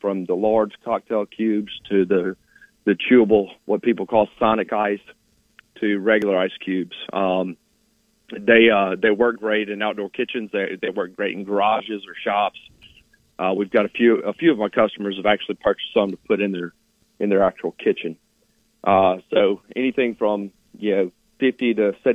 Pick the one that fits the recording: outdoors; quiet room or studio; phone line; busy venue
phone line